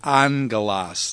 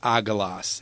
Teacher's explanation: gamma is pronounced like a N sound, when it comes before another gamma, kappa, chi, or xi · Shown in: first take · So in the word angelos, you have two gammas in a row. · Term: nasal gamma